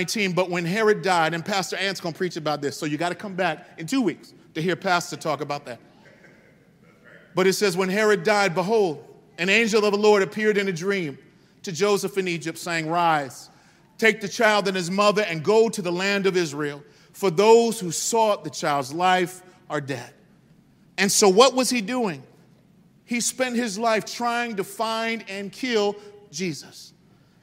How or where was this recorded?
large echoing room